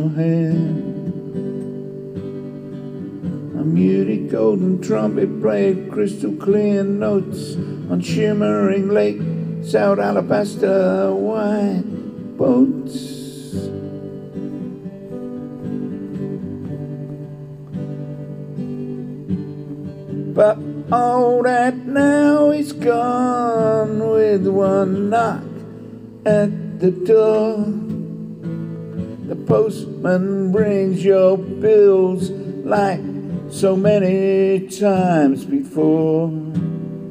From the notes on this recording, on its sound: Another demo recorded on my phone. In Sandy Springs Atlanta Georgia.